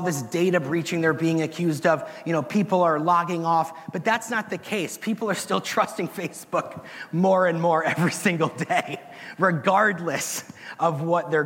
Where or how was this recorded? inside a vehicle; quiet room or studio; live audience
live audience